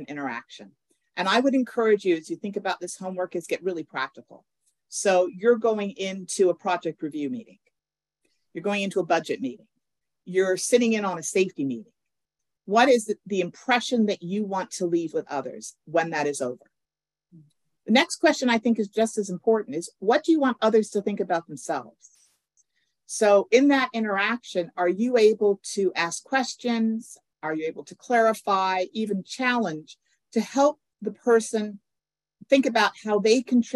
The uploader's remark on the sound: You are listening to audio from a webinar in the Safety+Health Webinar Series